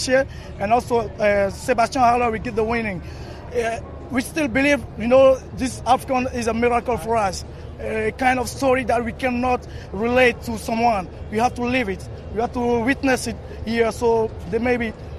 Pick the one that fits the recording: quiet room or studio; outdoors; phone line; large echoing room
outdoors